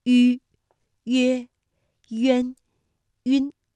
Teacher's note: 吁呢是舌面单韵母，它的发音时候的特点是两唇要拢圆，略向前凸，舌尖抵住下齿背，使舌面前部隆起和硬腭前部相对，声带振动